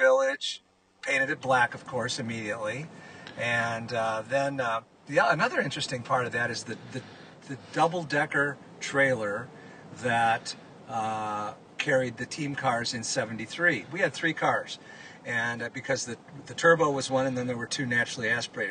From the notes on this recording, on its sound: joined live at Road America